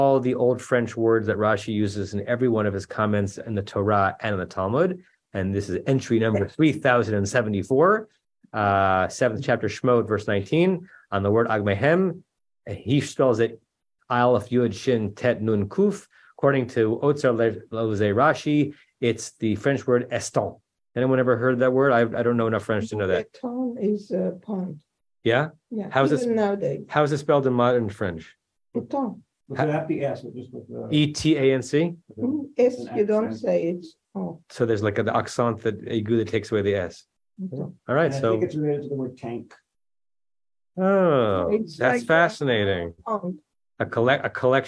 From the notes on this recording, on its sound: At Temple Beth Am, Los Angeles.